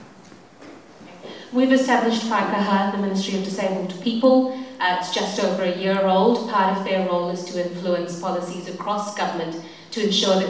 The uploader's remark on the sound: 'Meet the Candidates' event at St Peter's Anglican Church. A recording of the ‘Meet the Candidates’ event that just took place on the evening of Saturday 30th September.